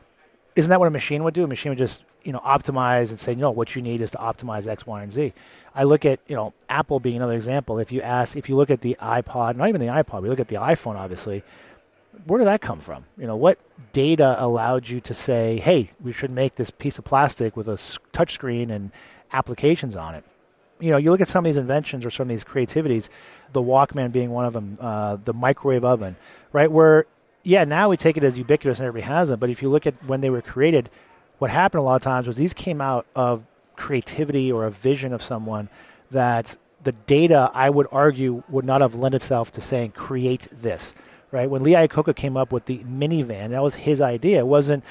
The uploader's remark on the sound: Live at Gartner. Recorded on the show floor.